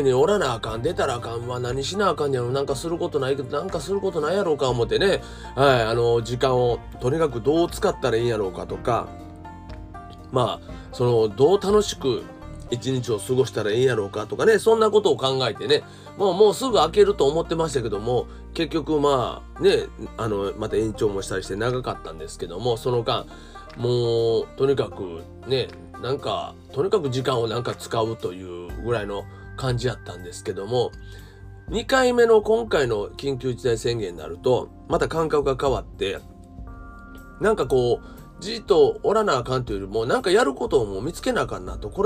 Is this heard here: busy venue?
no